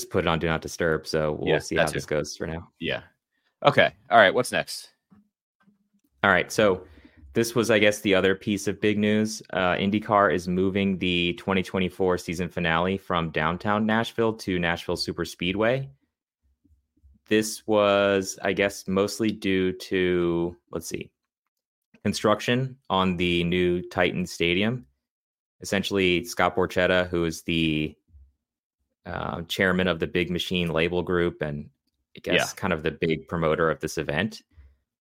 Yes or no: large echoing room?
no